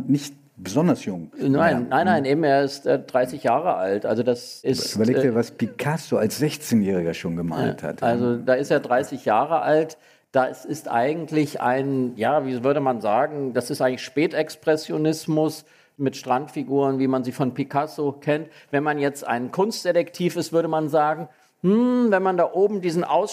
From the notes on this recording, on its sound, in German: Die Folge ist im Museum Barberini in Potsdam entstanden, wo gerade in der Ausstellung "Die Form der Freiheit" vier großformatige Gemälde von Rothko zu bestaunen sind , ist diese Folge von "Augen zu" entstanden – erstmals vor einem Live-Publikum.